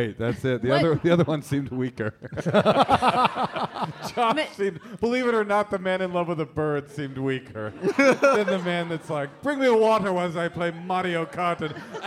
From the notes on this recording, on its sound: This week we have our first live show in two years.